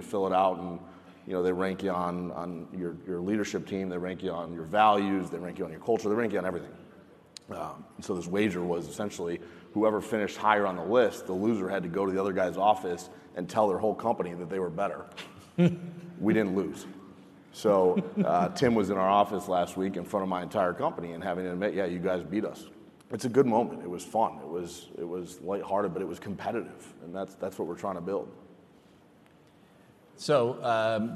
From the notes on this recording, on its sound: lively session from FreightWaves LIVE: Chicago